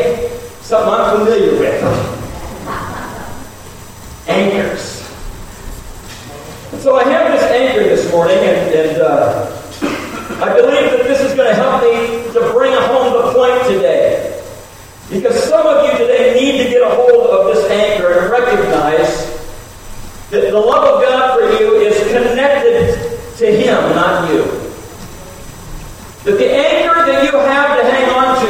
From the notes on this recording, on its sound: We apologize for the audio issues we have been having.